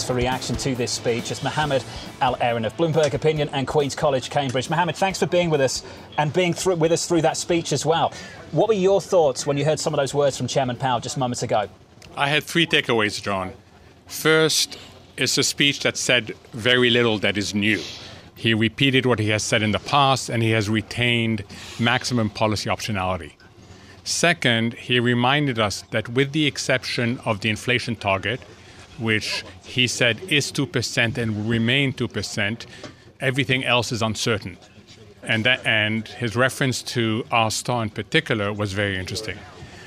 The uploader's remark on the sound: Live From Jackson Hole '23